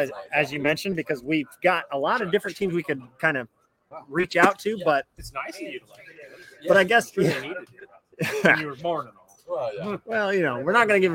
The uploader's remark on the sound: LIVE FROM RUDY'S!